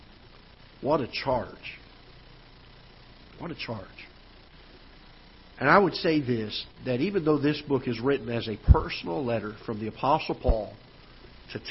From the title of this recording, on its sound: Ketha Heights Baptist Church ~ Live Broadcast